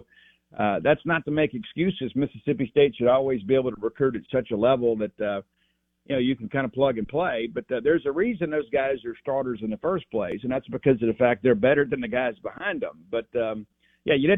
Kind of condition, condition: link, phone line